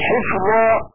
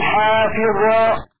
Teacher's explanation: فتح الحاء بعدها ألف وكسر الفاء · Shown in: second take